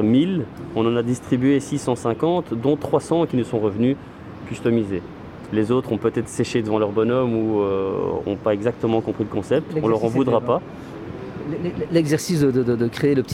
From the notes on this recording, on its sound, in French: Une émission en direct des Halles Saint-Géry